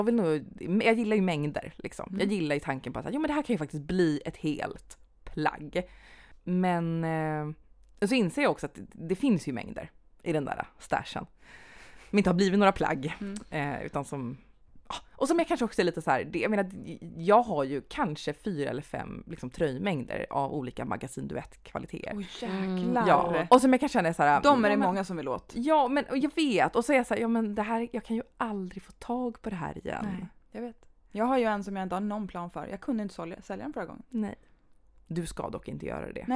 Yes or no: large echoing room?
no